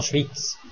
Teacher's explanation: Das Y wird als geschlossener I-Laut gelesen, also Schwyz, nicht Schwyz für den Kanton Schwyz.